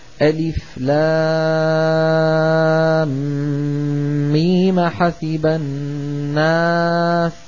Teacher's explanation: فالذين لا يعتدون بالعارض أبقوه ست حركات، والذين يعتدون بالعارض قصروه ونطقوه حركتين